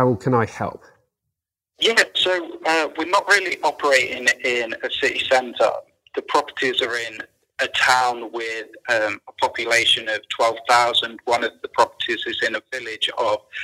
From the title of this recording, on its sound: Live Mentoring Call